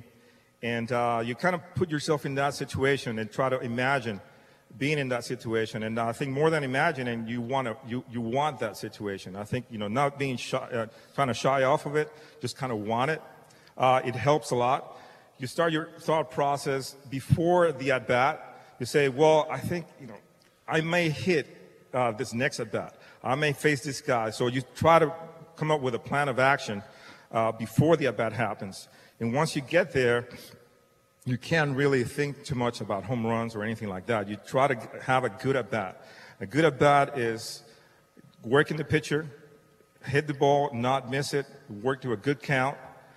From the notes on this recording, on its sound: Live at the Tilles Center